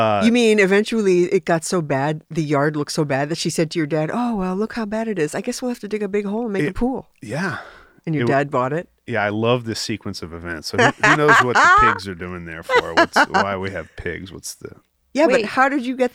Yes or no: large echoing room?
no